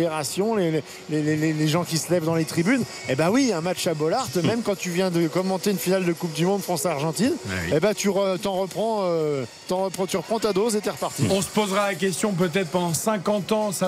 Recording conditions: busy venue